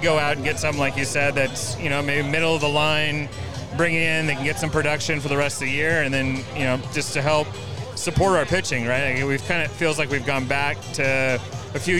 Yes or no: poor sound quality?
no